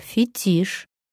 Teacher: ударение тоже падает на последний слог